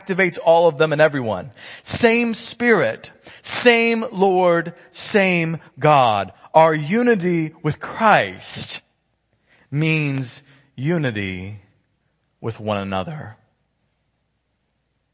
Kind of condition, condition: setting, large echoing room